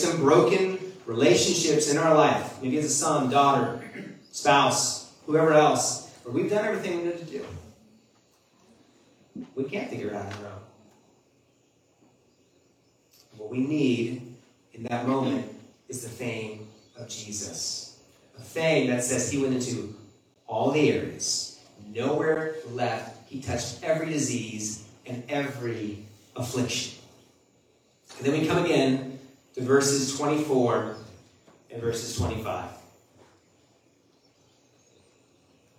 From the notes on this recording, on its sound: Our apologies that the audio isn't a clear as usual.